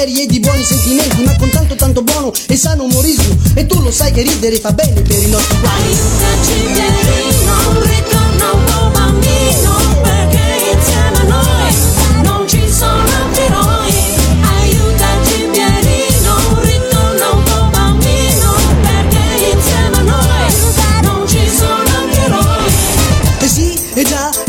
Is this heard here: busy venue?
yes